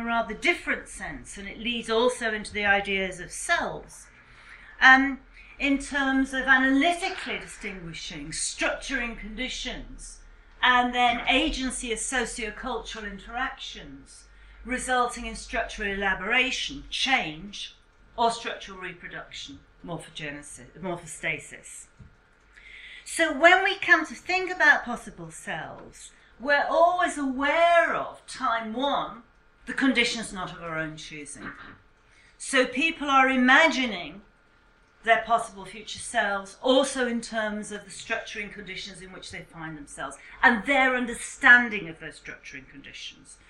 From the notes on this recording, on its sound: speaks at SRHE Joint Network Event